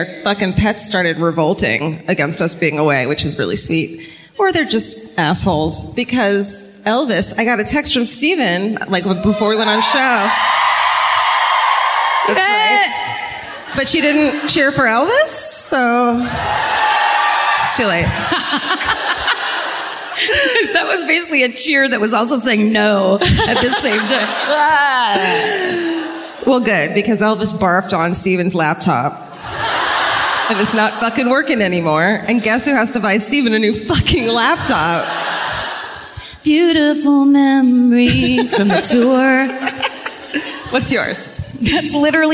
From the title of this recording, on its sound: Live at the O2 Academy in Glasgow